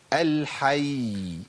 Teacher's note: لو وقفت عليها بقف عليها بياء واحدة، بس لازم أطول الزمن شوية. أقول إيه؟ الحي. · Term: زمن الحرفين